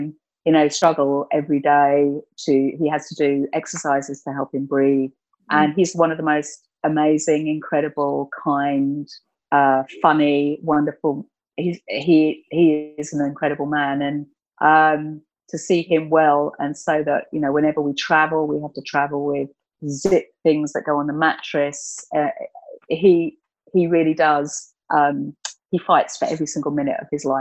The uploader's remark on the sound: We recorded this episode via Zoom, and we were at the mercy of my provincial internet connection, so I hope you don’t mind if I sometimes sound a little muffled.